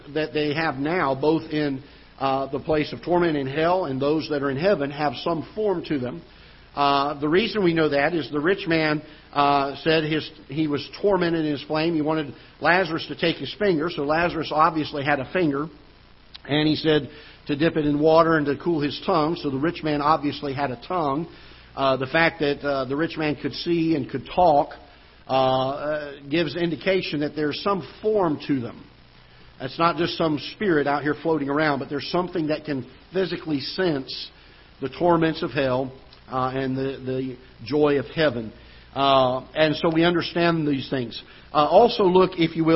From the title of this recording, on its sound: Ketha Heights Baptist Church ~ Live Broadcast